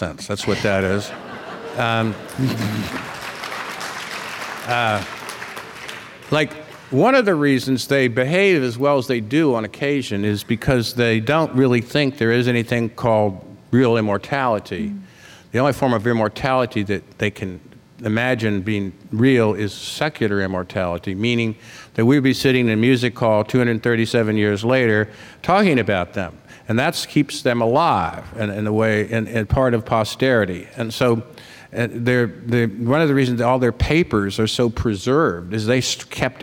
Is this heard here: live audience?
yes